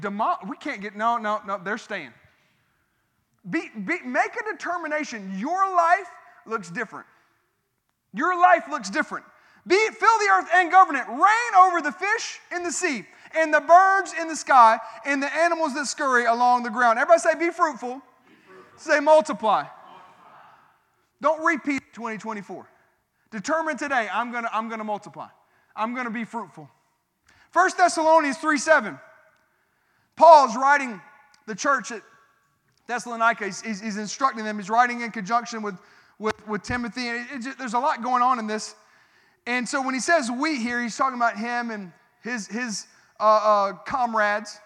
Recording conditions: large echoing room